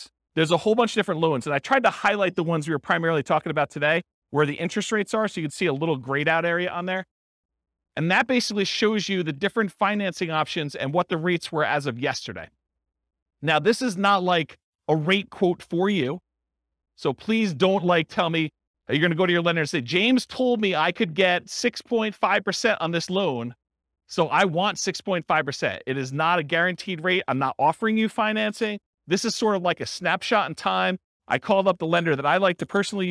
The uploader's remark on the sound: This was a live class recorded